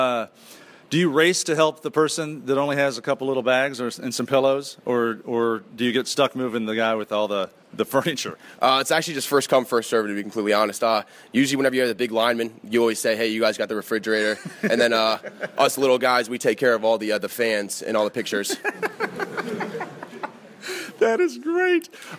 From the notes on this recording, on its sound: This show kicks off with a live audience at Shippensburg University.